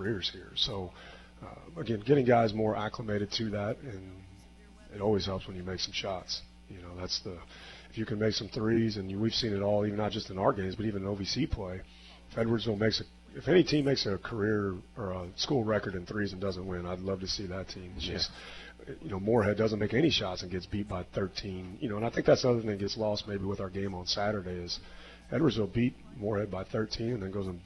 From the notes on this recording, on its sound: Live from Wings ETC!